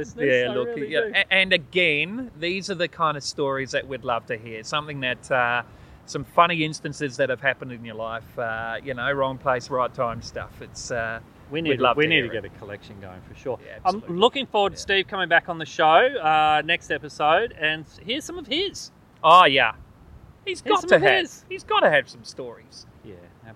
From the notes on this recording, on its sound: We continue our outside recording from Bulli headlands.